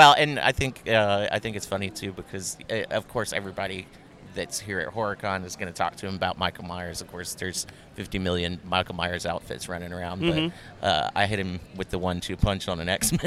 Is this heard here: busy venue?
yes